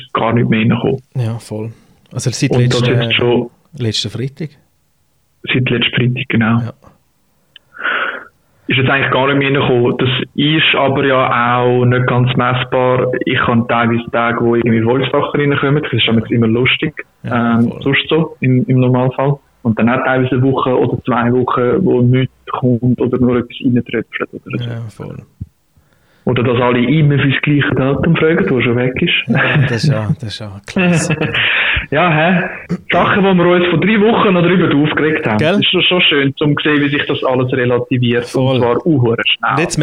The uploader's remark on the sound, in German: Die Spezialausgabe mit diversen Gästen am Telefon.